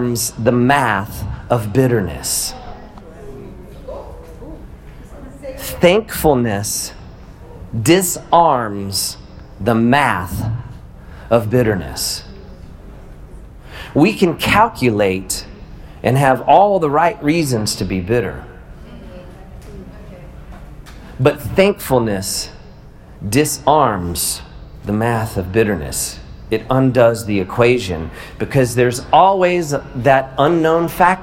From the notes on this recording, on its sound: Live at The Guild. I wanted to share this live talk with you.